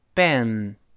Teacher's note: 中间它发哎这个声音，稍微往两边分开一点儿